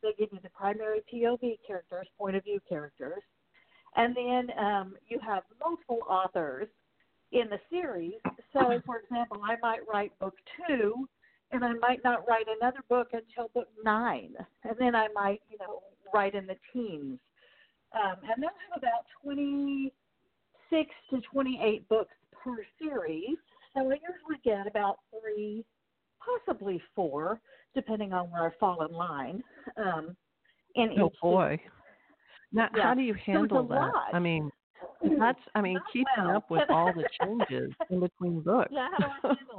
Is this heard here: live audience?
no